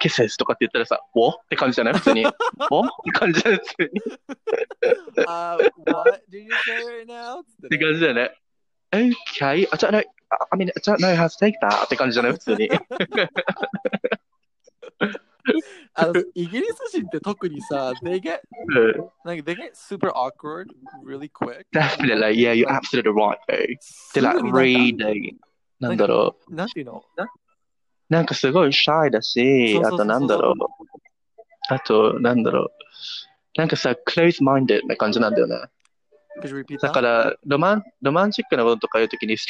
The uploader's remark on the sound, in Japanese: ごめんなさい都合により音質悪いですご了承ください